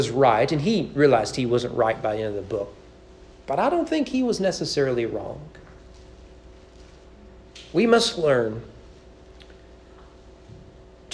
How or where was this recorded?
large echoing room